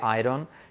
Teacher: la D la convierte en una R suave, I don't, y luego understand.